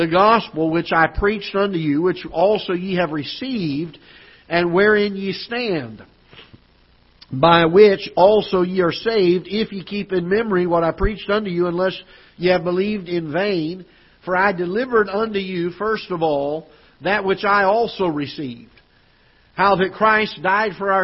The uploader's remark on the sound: Ketha Heights Baptist Church ~ Live Broadcast